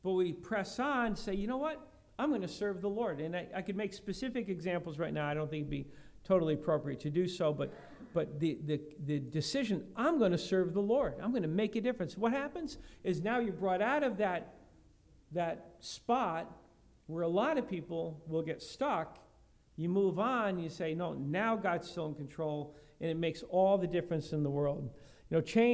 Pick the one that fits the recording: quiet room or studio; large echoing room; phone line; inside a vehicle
large echoing room